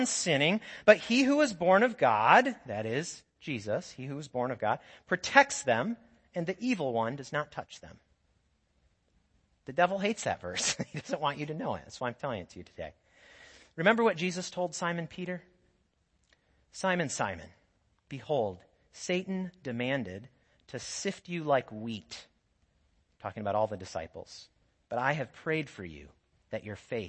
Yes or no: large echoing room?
yes